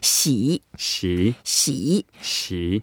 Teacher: And the way to pronounce it, we have to put the upper teeth and lower teeth together and then make a third tone sound, which is a very heavy down and then up